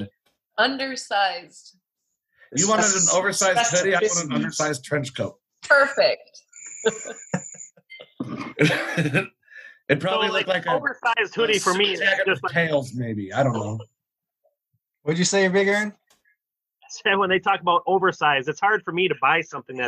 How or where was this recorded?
video call